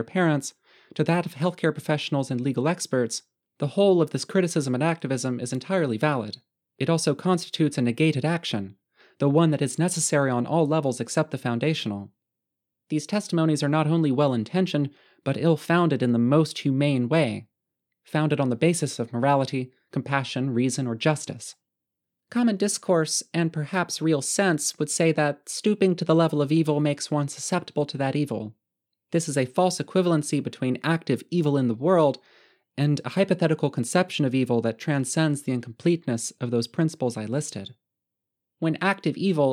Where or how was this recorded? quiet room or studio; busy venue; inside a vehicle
quiet room or studio